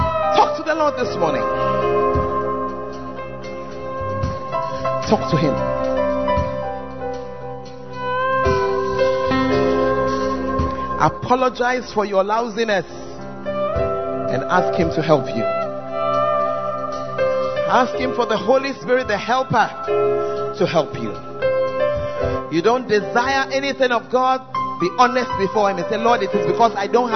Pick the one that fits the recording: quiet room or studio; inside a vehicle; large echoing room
large echoing room